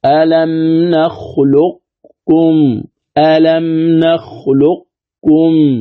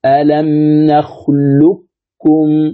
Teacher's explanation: الإدغام الخالص، يعني تذهب صفة القلقلة وتذهب صفة الاستعلاء · Shown in: second take